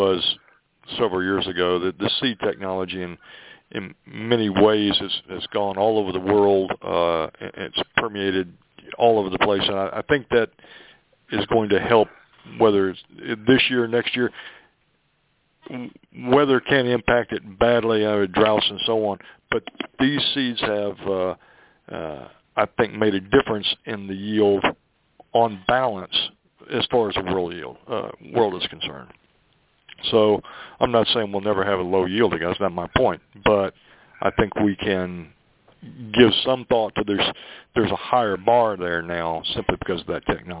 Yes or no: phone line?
yes